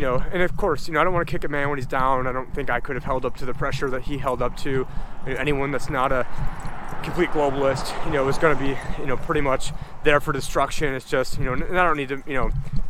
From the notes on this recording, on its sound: On this walk and talk